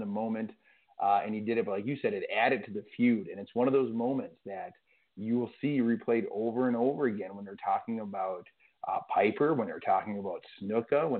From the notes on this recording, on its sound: we take your calls live on the air